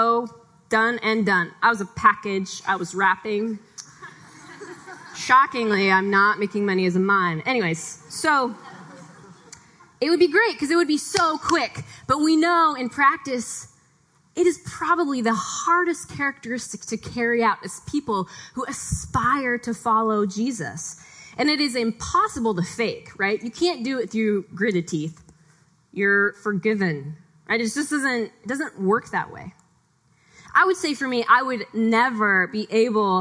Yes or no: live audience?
yes